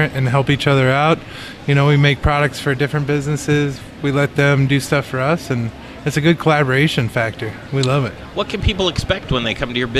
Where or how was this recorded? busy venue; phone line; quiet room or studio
busy venue